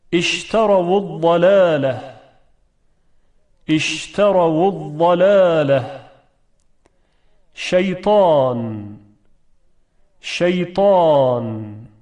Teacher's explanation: البته تفشی اختصاص به حالت ساکن نداره مثل قلقله، بلکه در تمام حالات وقتی شین تلفظ میشه تفشی هم با اون همراه هست